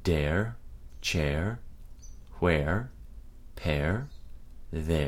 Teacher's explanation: The diphthong sound air is heard in the word there, and the diphthong symbol begins with an epsilon and ends with an R-colored or flying schwa. Like all the R-colored diphthongs, this sound can be said without R-coloring, air, as it might be spoken in some parts of the UK.